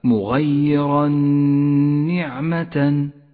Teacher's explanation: قوله تعالى مغيرا نعمة مغيرا نعمة جاء التنوين وبعده حرف النون نسقط التنوين من اللفظ ولذلك لون بالرمادي ونقف بغنة زمنها حركتان على حرف النون ولذلك لون بالأخضر إشارة إلى موقع الغنة يقرأ هكذا مغيرا نعمة · Term: الإدغام بغنة